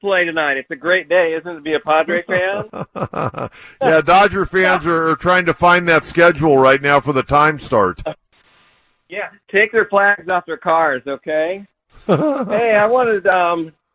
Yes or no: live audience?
no